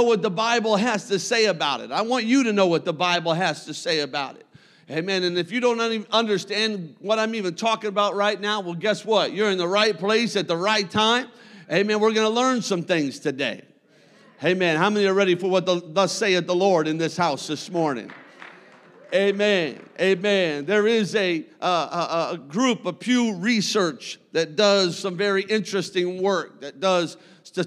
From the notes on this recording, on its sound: a service recording from Connect Point UPC